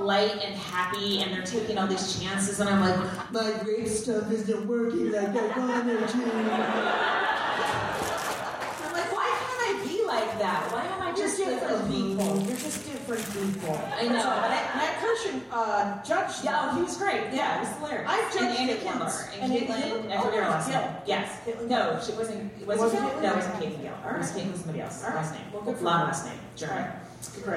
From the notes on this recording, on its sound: This ep was recorded live at the Bridgetown Comedy Festival 2017 in Portland, OR.